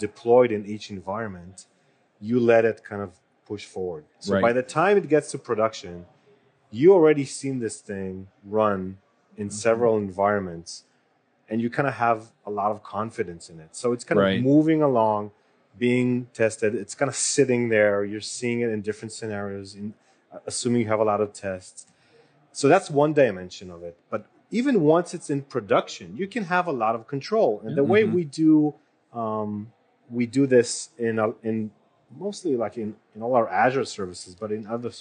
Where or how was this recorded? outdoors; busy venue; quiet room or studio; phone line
busy venue